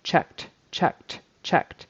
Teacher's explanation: The ED turns into a T because the final K in Czech is devoiced, it's unvoiced. So that ED turns into T, which is unvoiced.